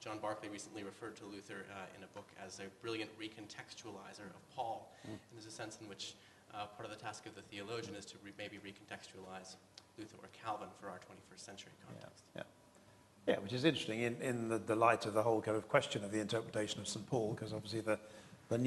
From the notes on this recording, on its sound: This GodPod was recorded as part of a Reformation Symposium hosted by St Mellitus College last month.